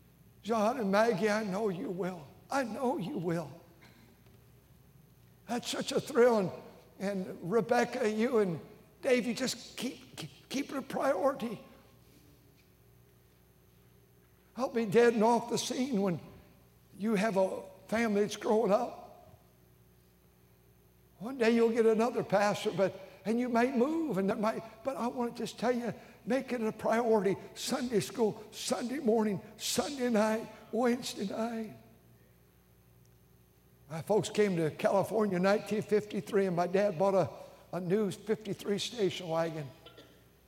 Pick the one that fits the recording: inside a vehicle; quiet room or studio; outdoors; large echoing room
large echoing room